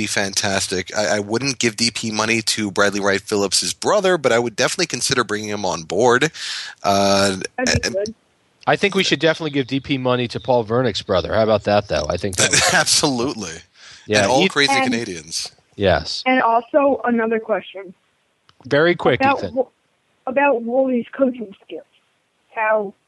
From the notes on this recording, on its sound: special live call-in edition